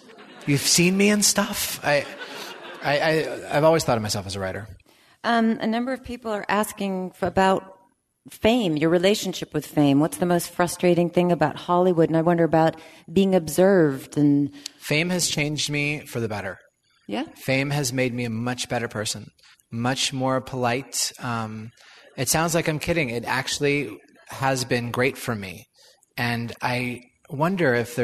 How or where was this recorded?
live audience